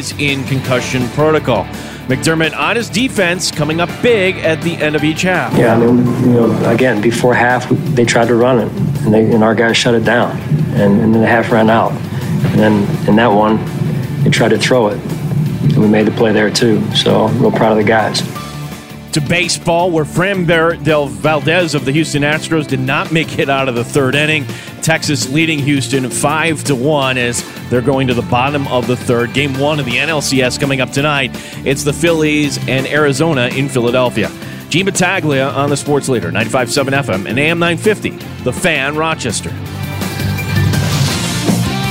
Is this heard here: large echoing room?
no